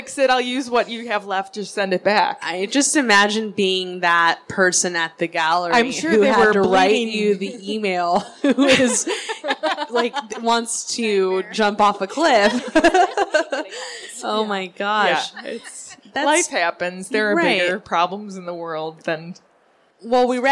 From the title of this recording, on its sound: Live at SOFA Chicago